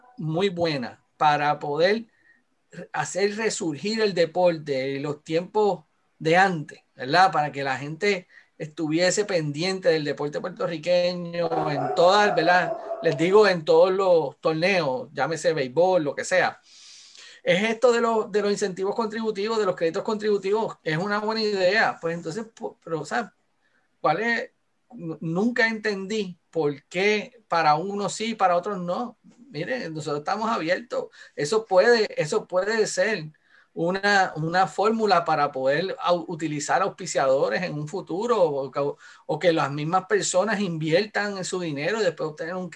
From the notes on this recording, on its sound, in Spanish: a través de la plataforma Zoom